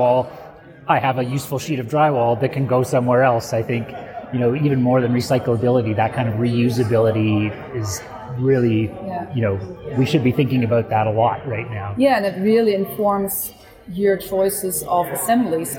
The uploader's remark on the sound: recorded at the Passive House Network Conference